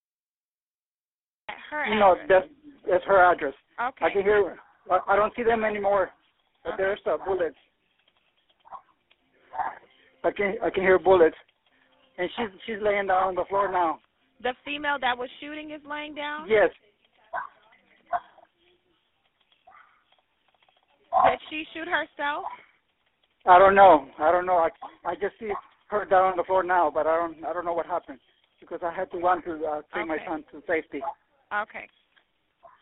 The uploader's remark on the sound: Anonymous neighbor 911 call in Sheats case by BuzzFeed.